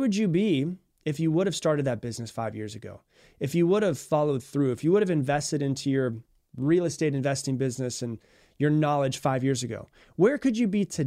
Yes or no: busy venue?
no